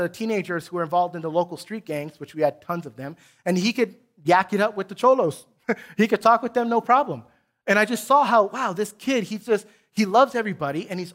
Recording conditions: large echoing room